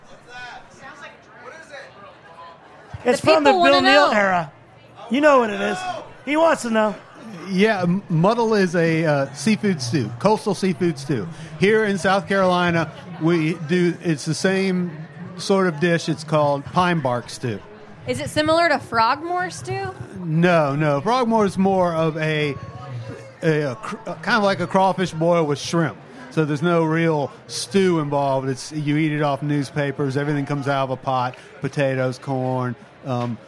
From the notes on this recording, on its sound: For our final broadcast from Charleston Wine + Food. We bring up two audience members.